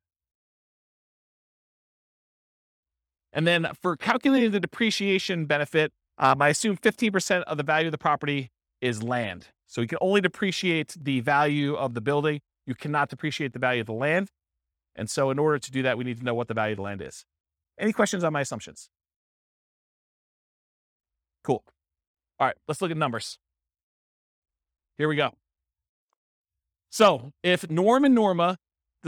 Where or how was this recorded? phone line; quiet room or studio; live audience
live audience